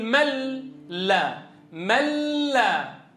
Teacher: من صارت مل، وبعدين دغمتها في اللام المفتوحة أصبحت ملا · Term: إدغام